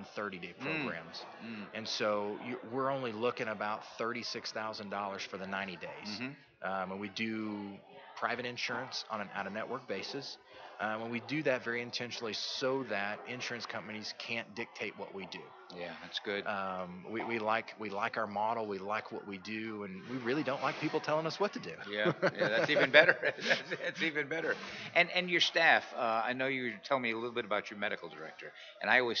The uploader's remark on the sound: at the 2015 TAAP Conference on Addiction Studies in San Antonio, TX in August 2015